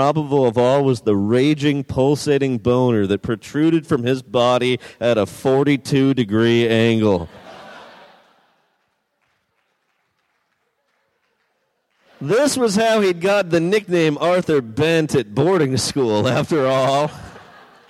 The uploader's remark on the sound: Recorded at San Francisco Sketchfest, January 30, 2014.